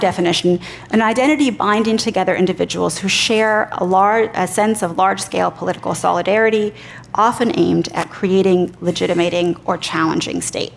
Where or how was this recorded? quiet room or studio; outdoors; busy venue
busy venue